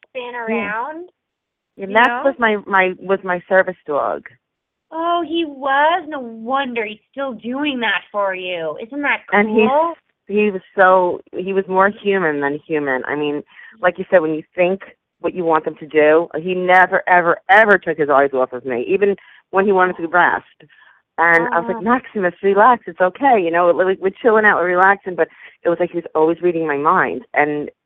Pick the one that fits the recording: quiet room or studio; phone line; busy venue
phone line